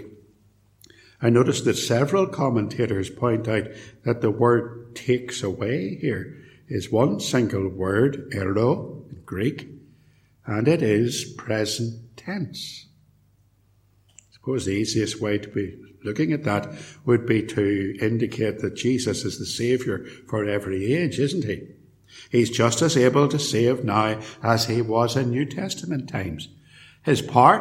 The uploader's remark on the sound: A sermon preached at Ballymacashon and Templepatrick, and recorded at Templepatrick Reformed Church